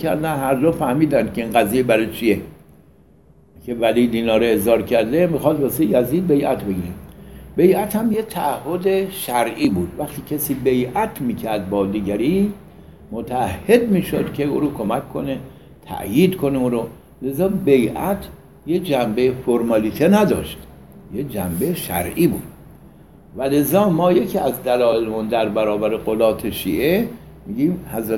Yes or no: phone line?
no